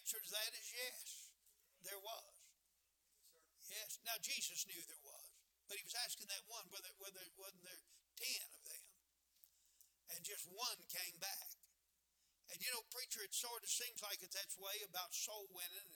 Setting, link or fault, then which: setting, large echoing room